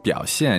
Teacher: It's a third tone and fourth tone, right?